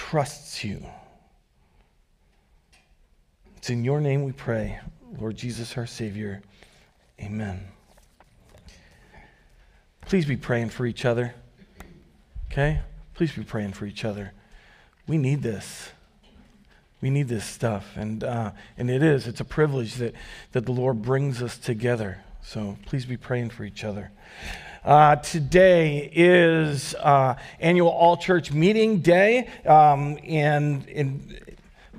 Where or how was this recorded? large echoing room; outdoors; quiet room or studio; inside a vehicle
large echoing room